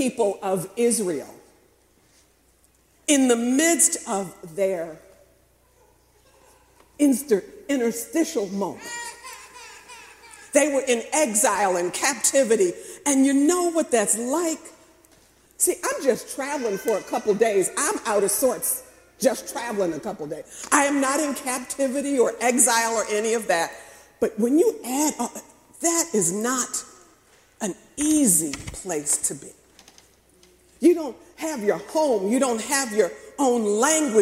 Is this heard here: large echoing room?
yes